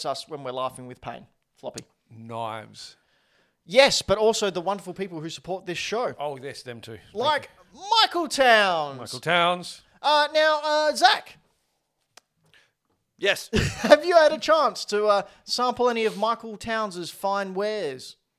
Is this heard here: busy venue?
no